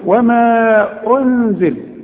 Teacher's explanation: المد لازم تمد اربع حركات، ده اسمه مد منفصل، ها وبيسموه مد جائز في قراءة، ممكن بنفصل وبنقول ايه